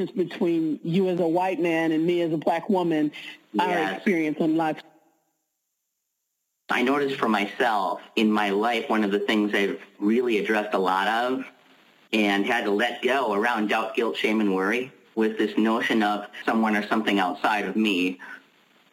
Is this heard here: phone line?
yes